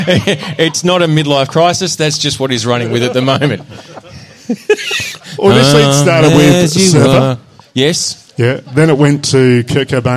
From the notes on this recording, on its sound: It's the first half of our latest Live Show.